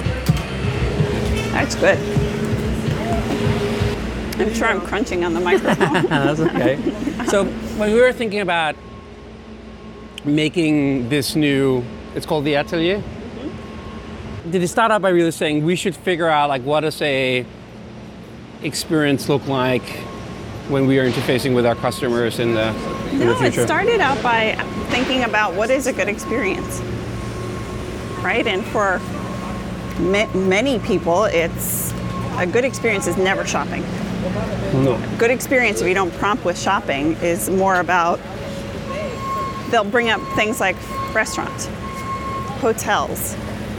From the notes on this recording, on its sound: Grab a bite of modern nostalgia at an “ice cream cereal bar” in New York's Little Italy. You are invited to be a fly-on-the-wall for a conversation recorded in the streets of New York.